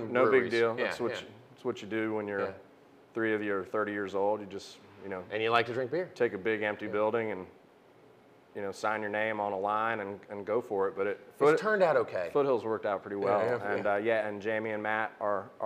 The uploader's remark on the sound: on location at Hoots Roller Bar and Beer Co.